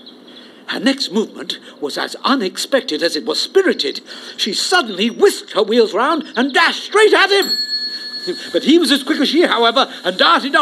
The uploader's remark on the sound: Recorded in front of a live studio audience.